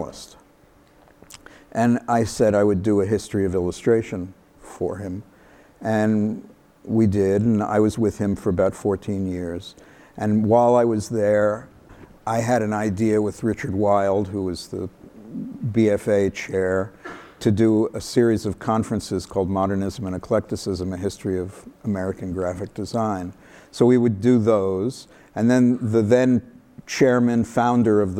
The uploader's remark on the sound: live on stage